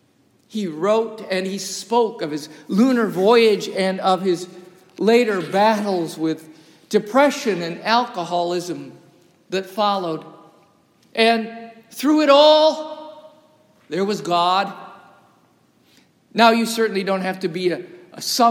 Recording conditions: large echoing room